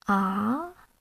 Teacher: Second tone, a rising tone, represented by an upward diagonal line.